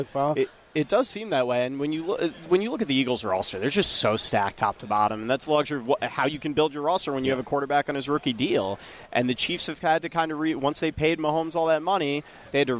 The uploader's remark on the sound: Joined on radio row. Ahead of the Super Bowl this Sunday.